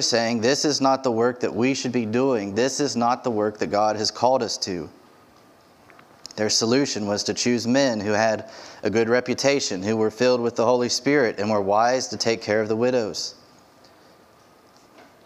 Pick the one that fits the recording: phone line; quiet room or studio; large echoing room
large echoing room